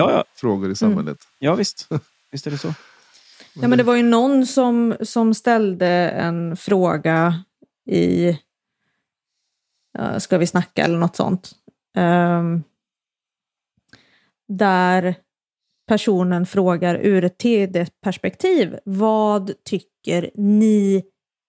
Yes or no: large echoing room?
no